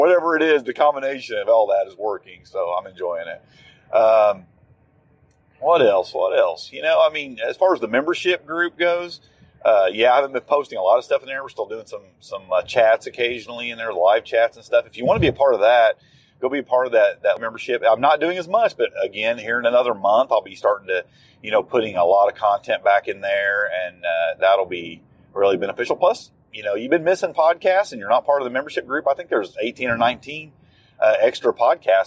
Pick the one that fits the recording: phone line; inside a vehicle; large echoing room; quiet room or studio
inside a vehicle